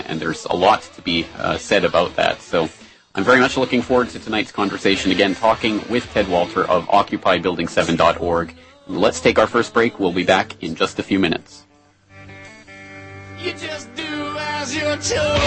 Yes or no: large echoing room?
no